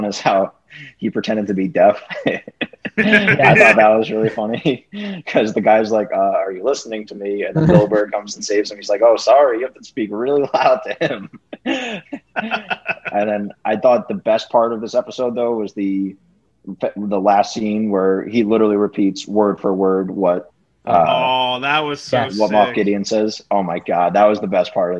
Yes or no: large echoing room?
no